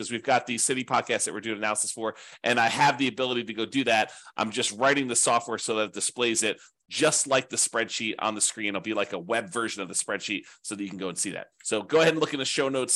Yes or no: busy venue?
no